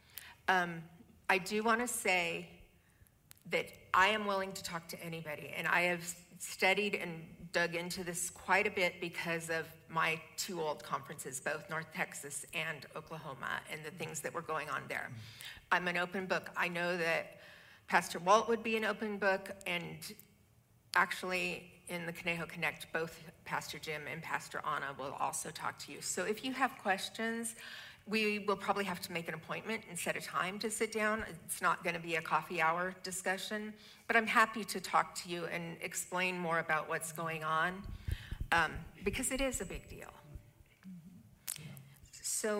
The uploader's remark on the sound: 10am Worship. Audio of our worship service on 6/25/23. Streamed live on video from our campus in Westlake Village, CA.